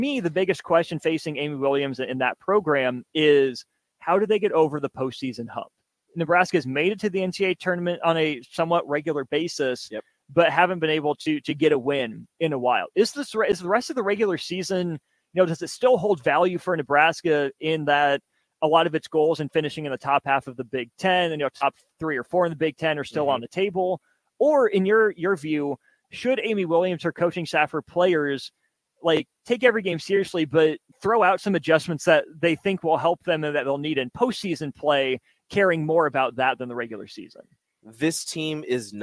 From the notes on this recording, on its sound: LIVE from CHI Health Center